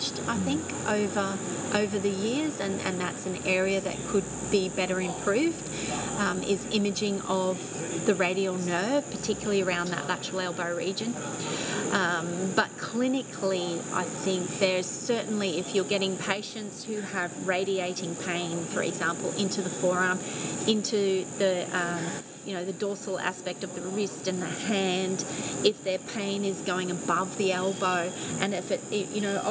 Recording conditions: sounds in the background